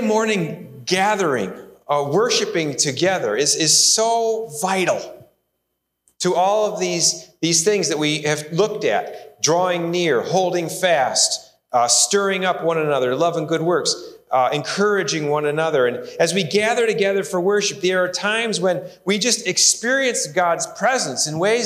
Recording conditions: large echoing room